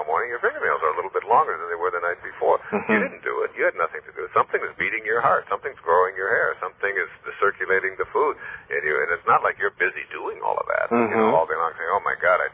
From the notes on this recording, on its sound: This phone interview.